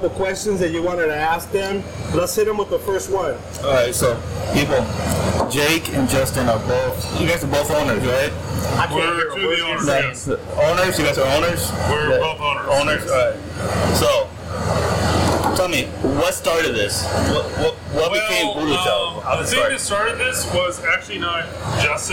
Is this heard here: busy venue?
yes